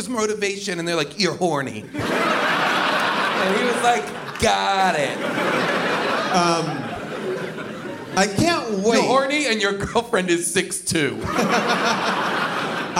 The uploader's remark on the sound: Recorded live from Largo in Los Angeles.